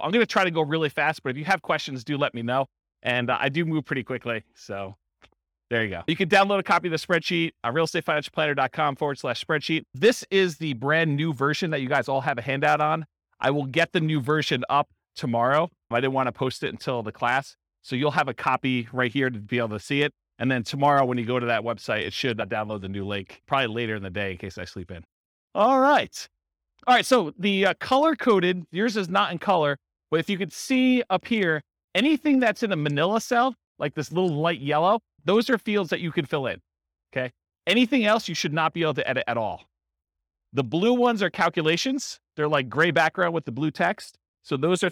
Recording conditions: live audience